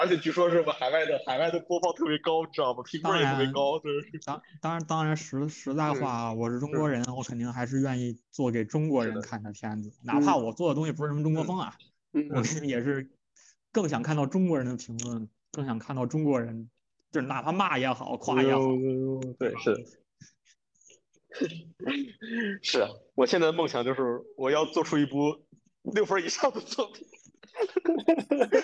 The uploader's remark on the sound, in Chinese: 这是一期全损音质的即兴录音取材。